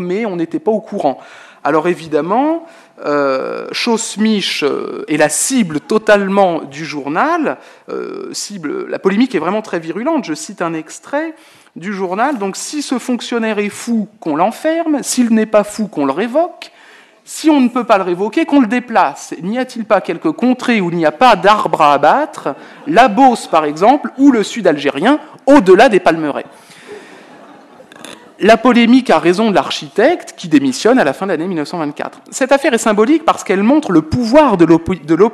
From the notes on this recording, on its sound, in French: Intervention enregistrée le 8 octobre 2009 dans le cadre du colloque « Châteaux-musées.